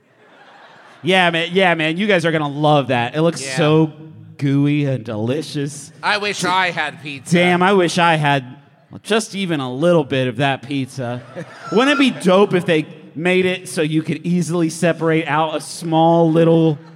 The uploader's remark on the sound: Live from Detroit, MI, it’s our best show ever for no reason at all.